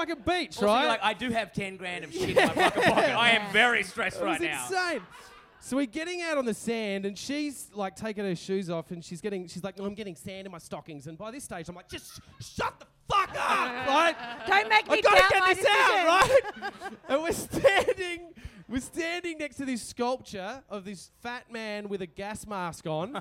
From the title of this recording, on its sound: SYDNEY LIVE